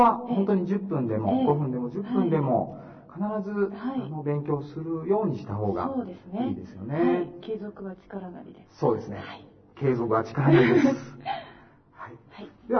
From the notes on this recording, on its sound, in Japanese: 音声悪くてごめんなさい。録音時の機材状態により音声が聞きづらいです。